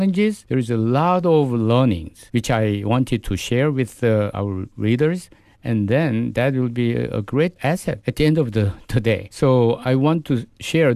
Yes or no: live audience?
no